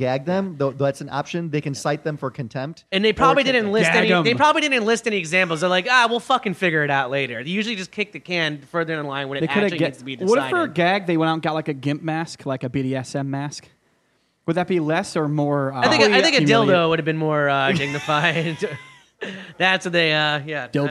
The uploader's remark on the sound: Our first ever live episode. Four mics of pure chaos. This was recorded live in front of an audience. At the beautiful new Misfit Hive up in Queens.